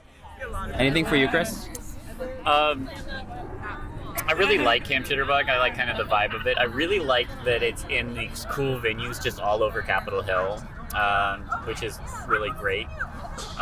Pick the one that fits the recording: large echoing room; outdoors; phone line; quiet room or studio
outdoors